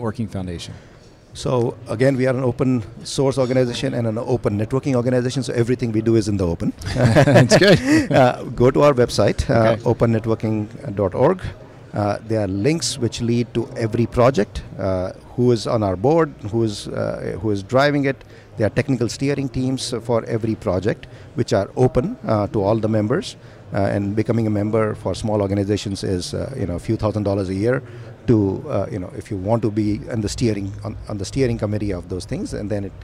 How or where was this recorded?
busy venue